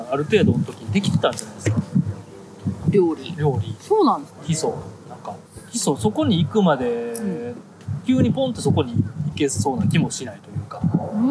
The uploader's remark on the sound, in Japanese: 野外収録